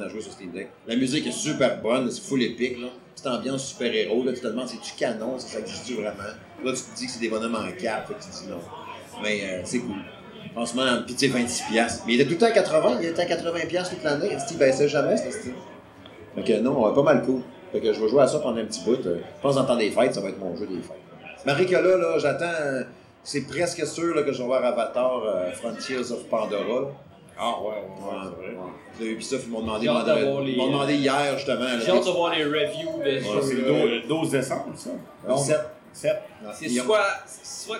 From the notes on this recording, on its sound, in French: Spécial LIVE au Bar Arcade MacFly. Épisode enregistré LIVE devant public au bar arcade MacFly à Québec. En plein milieu du bar arcade. Ayant eu un petit soucis technique pour l'enregistrement de l'épisode, la qualité audio n'est pas optimale.